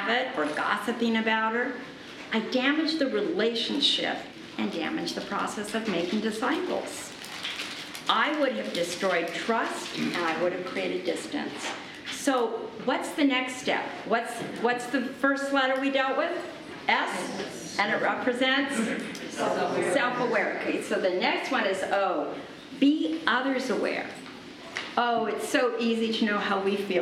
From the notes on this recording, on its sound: Today’s audio comes from the National Disciple Making Forum by Discipleship.org. Navigators Church Ministries led a track called, “Disciple Making Relationships Get Real and Go Deep.”